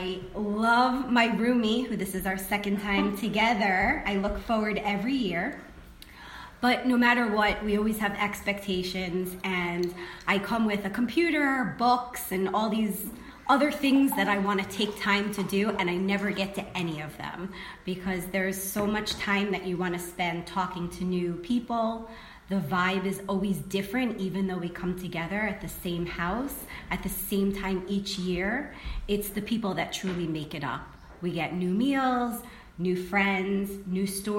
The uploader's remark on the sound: Live from The Intuitive Woman Retreat